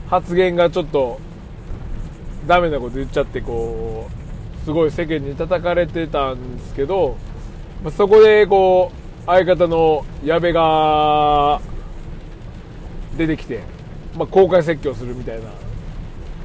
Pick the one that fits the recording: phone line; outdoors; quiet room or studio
outdoors